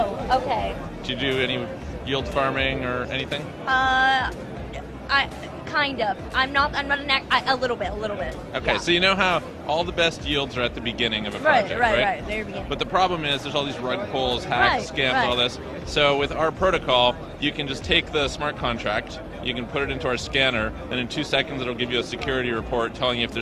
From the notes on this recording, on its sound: at the recent Solana Breakpoint conference